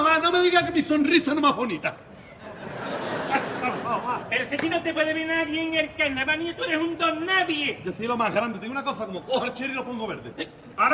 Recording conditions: live audience